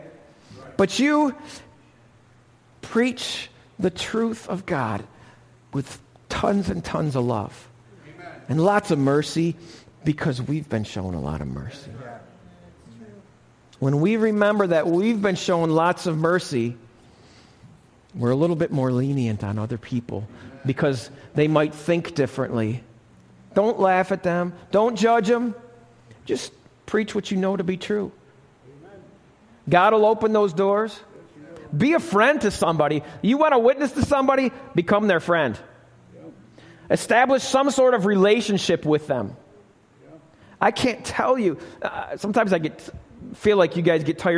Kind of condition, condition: setting, live audience